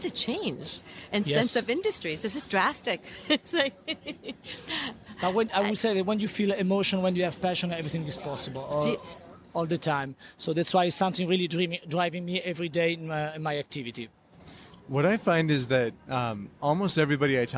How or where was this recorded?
busy venue